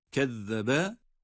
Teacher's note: zel harfi peltek okunmakta